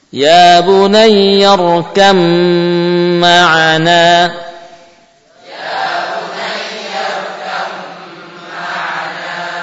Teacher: Ba-nya hilang. Ya, buktinya ya enggak ada sukun dan muncul tasydid, ya, termasuk idgham kamil.